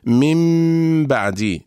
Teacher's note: نطبق الشفتين على ميم وعلى باء إطباقة واحدة من غير أن تتحول الميم إلى باء · انطبقت الشفتان على ميم وانفتحت على باء · Term: الإخفاء الشفوي